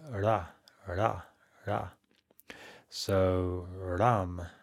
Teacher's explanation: So it's a little flick of the tongue like L, like in English L